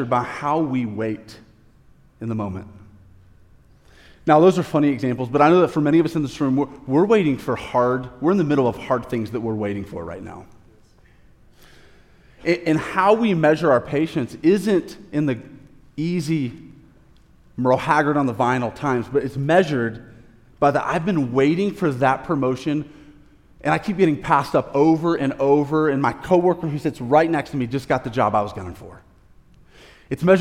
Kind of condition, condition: setting, large echoing room